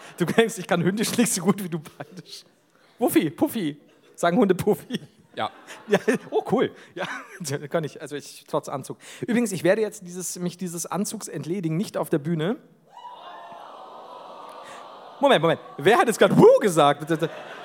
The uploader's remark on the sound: LIVE in Duisburg